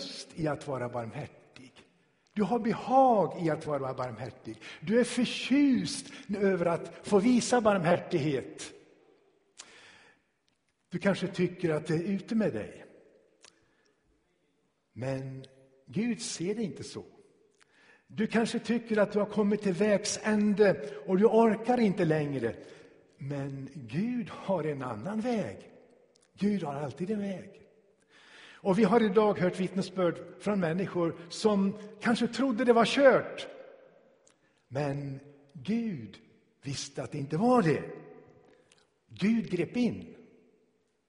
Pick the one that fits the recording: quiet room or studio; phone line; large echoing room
large echoing room